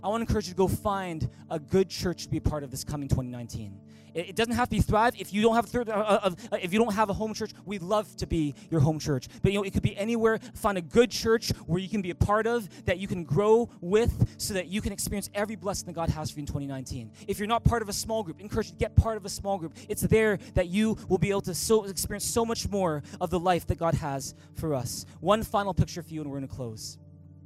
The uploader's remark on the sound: Recorded on December 30, 2018 at THRIVE Church Vancouver, Canada